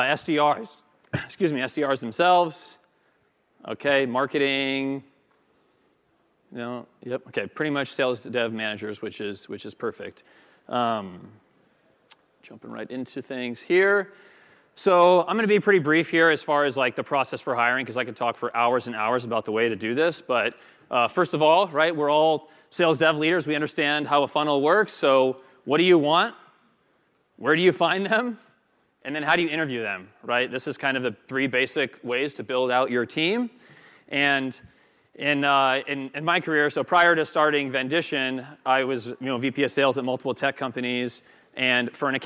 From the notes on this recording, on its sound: Pulled from his speech at The Sales Development Conference at the Ritz-Carlton San Francisco in 2018